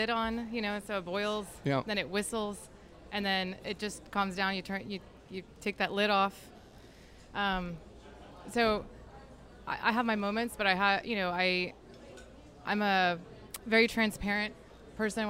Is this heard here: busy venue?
yes